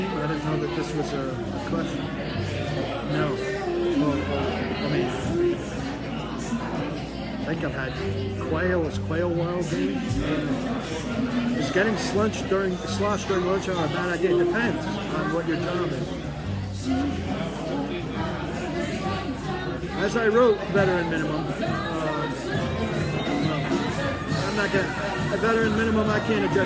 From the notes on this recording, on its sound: Live from Old School in Cool Springs/Franklin.